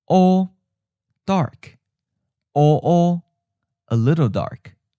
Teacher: the original tone is the first tone, high flat, and the changed tone is the seventh tone, mid flat.